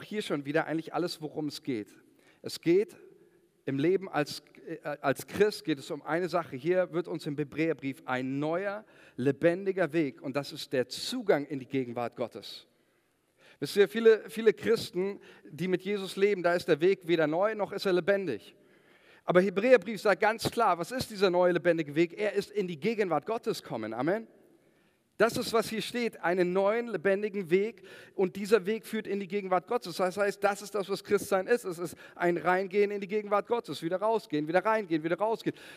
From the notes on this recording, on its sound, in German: Sonntagsgottesdienst.